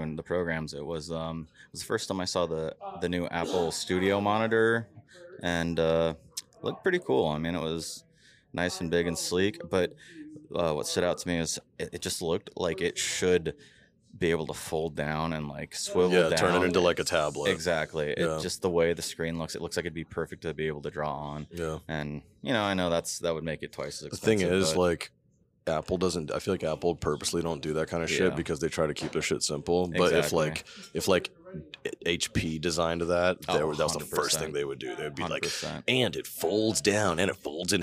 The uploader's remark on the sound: LIVE from NAB 2022 – Poolside in Las Vegas